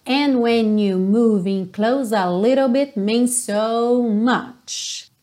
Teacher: tem partes que ficam corridinhas ali no a little bit means e depois o so much fica mais comprido. Então percebe que isso é muito bom para você treinar aí uma flexibilidade na sua velocidade de pronunciar essas sílabas, tá?